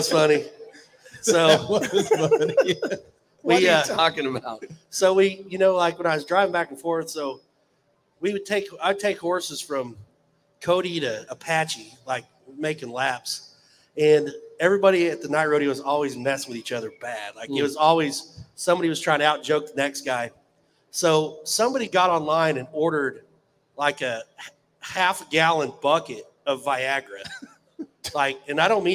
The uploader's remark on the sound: RümpChät Live at the 2023 NFR